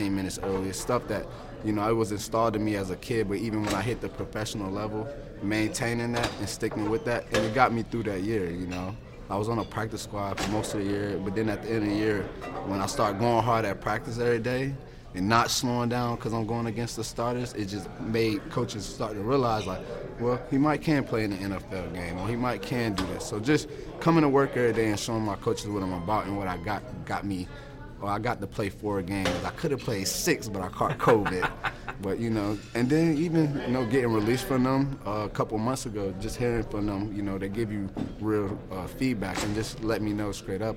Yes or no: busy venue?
yes